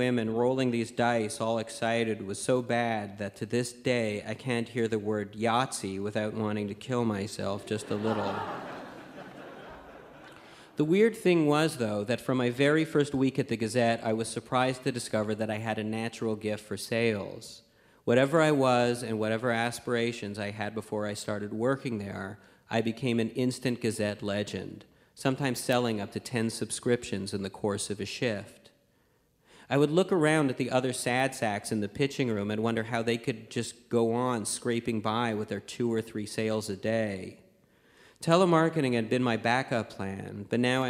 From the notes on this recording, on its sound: Live from the Winnipeg Comedy Festival